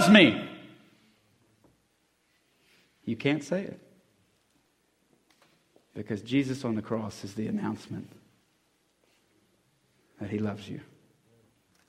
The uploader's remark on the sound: at the 2020 Christian Men's Conference